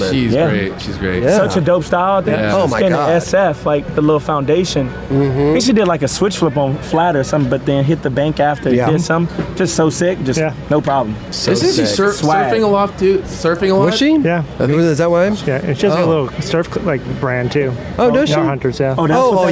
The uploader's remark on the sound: "Dew Tour" Long Beach. Join us as we were live on location at Dew Tour.